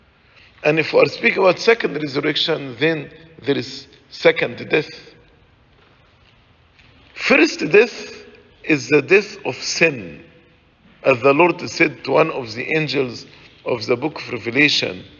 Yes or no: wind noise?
no